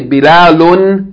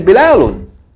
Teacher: the noon sound of the tanween is a noon with sukoon. It doesn't have a vowel. · Shown in: second take · You don't say bilalun and put a vowel on the noon.